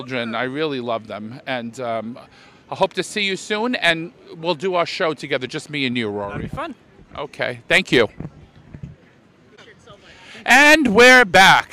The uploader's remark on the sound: At Bloomington Pride 2023. Talks to attendees of the Bloomington Pride Festival.